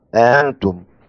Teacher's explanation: أما ورش بن كثير ورويس يسهل الثانية من غير إدخال